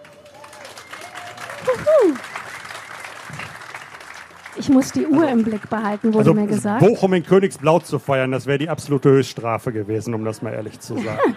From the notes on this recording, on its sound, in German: Live vom ZFR.